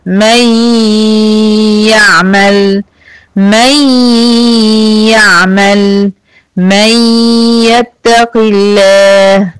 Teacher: فاستوعبوا الجسم ما بقاش فيه صوت نون وابقوا الصفة اللي هي الغنة · طيب الياء ضعيفة مش قادرة تاخد النون كلها، فما بقتش اقول من، ما فيش صوت نون منطوقه، لكن بقول مي، بقول غنه · Term: ادغام